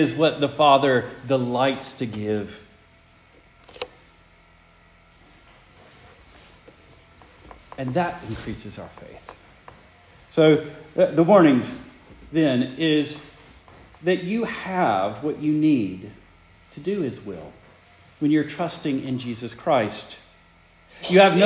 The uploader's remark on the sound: Preached the morning of December 10, 2023, for the Heidelberg Presbyterian Church in Heidelberg, Mississippi.